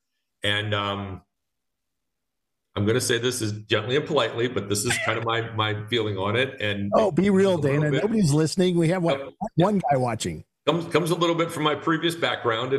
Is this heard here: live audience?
no